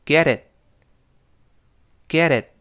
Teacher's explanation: get it 放到一块儿，很自然连住 getit，中间那个 t 在浊化，变成 getit